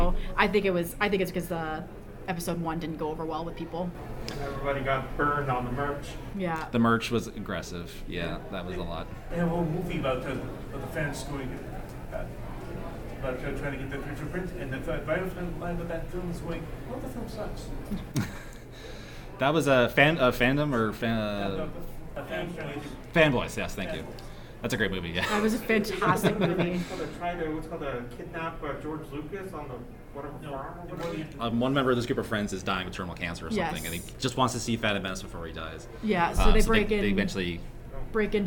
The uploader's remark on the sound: Forest City Comic Con 2022. Returned to Centennial Hall for a live panel discussion. Thank you to everyone in attendance, especially those who contributed the questions and comments you'll hear in this episode!